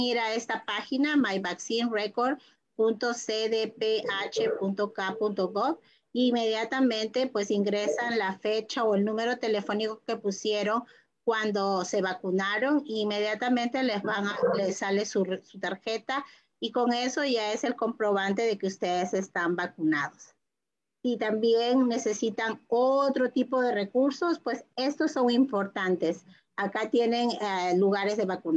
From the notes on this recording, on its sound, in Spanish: por Zoom y Facebook en vivo